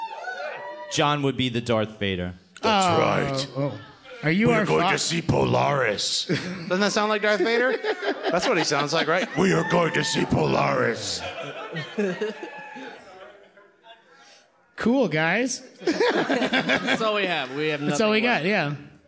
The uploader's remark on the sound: Get your ears ready for this LIVE episode direct from Brooklyn New York!